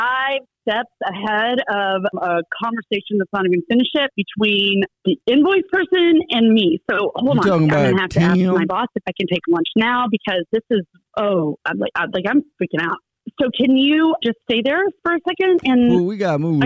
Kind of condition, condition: link, phone line